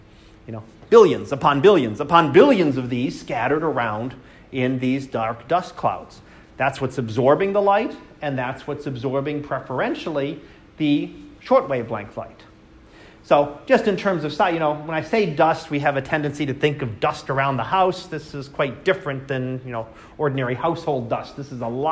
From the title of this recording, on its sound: Live Class Lecture 2019 Oct 21